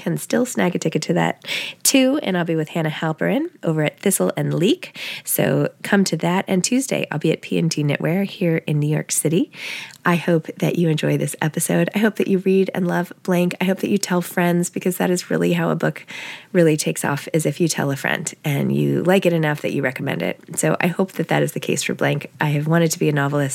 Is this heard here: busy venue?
no